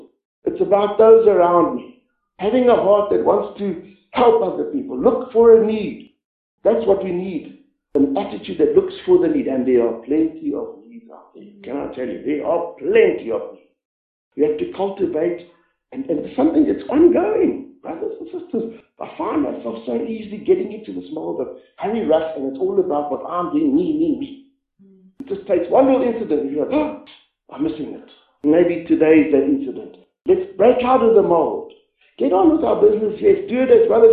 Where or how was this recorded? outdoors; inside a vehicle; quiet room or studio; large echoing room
large echoing room